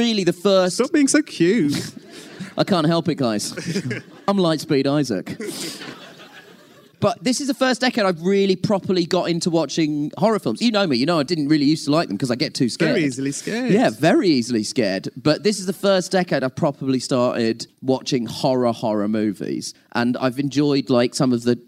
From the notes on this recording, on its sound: Recorded live in the plush confines of the BFI in London to a packed house. Thanks so much to the BFI crew for recording and filming the whole thing.